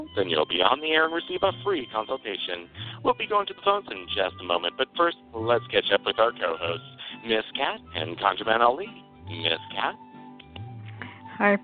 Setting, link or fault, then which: link, phone line